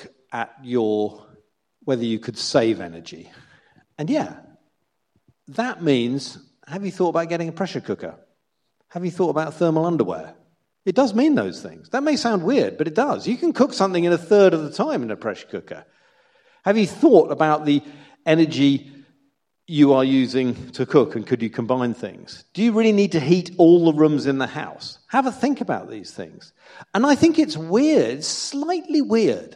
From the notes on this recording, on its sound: To a live audience at Bruntwood’s Bright Building at Manchester Science Park, and you can now enjoy the live recording of that talk in full.